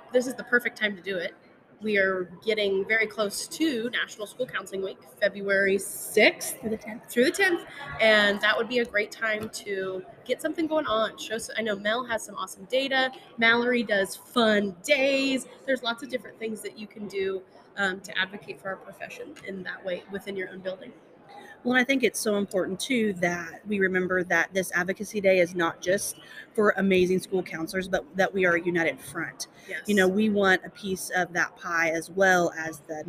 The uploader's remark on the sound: Live from the Kansas State Capitol. Live from Mental Health Advocacy Day at the Kansas State Capitol.